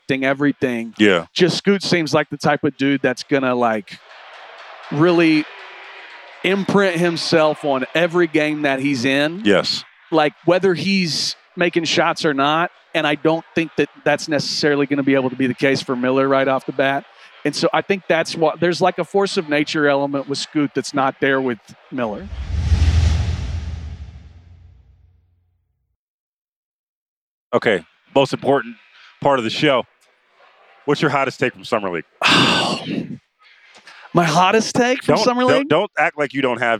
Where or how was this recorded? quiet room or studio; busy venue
busy venue